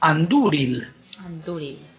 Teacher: Las tildes lo que te dicen es si la vocal es larga o corta. Y cuando la segunda es larga, la sílaba es fuerte y se queda con el acento